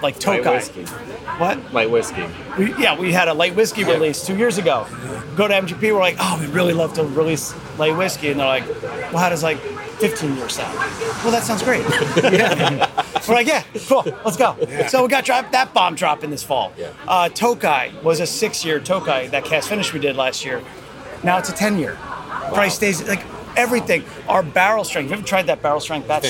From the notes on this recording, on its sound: At this year's Kentucky Bourbon Festival